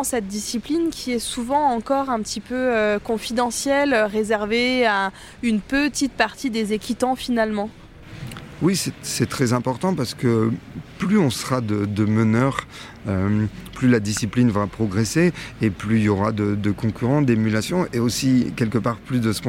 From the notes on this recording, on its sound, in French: En immersion au CHI de Genève. Nous sommes en direct du CHI de Genève.